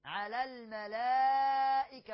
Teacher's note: ثم عرضهم على، عرضهم على هكذا على الملائكة، همزة وصل ملغاة ولام قمرية مظهرة، على الملائكة مد متصل متوسط أربع أو خمس حركات